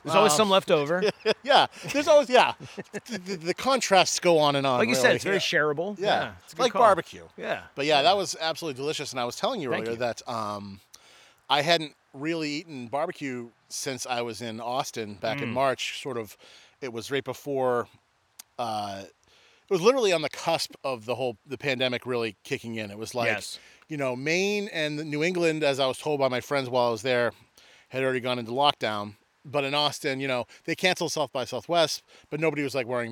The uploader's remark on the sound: head out into the woods of Buxton, Maine